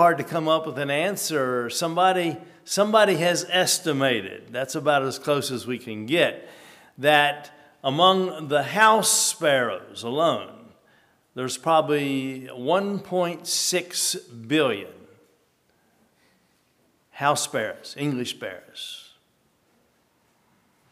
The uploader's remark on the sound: at Hephzibah Mennonite Church on April 23, 2023